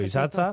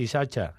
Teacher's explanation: los vizcaínos las TS hacemos TZ · Shown in: first take